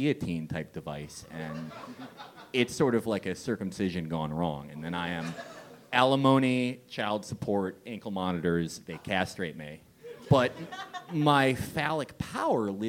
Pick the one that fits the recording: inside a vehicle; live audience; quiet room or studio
live audience